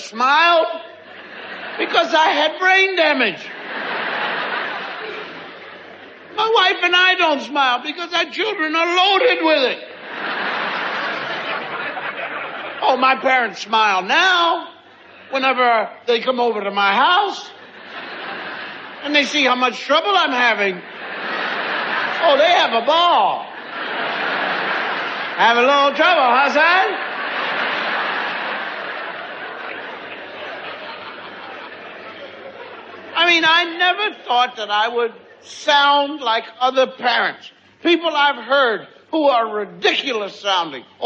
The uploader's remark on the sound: recorded at a performance in Canada